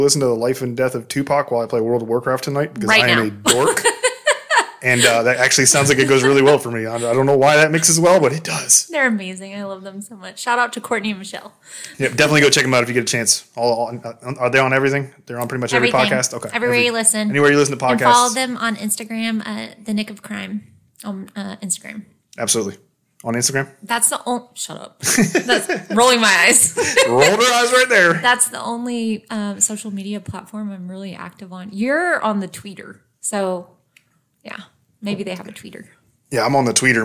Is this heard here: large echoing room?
no